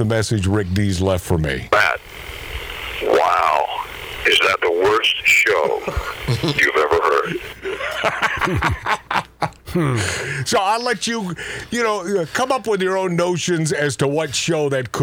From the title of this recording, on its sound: PERSONAL Phone calls